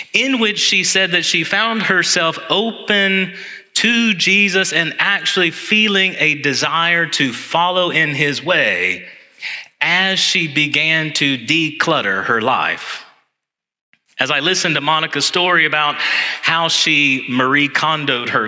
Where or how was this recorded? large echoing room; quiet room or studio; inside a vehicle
large echoing room